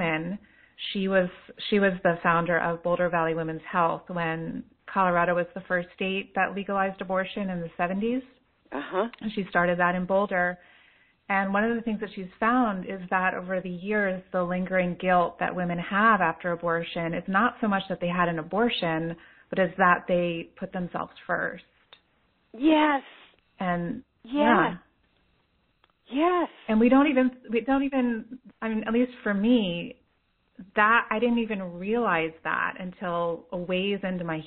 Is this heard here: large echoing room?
no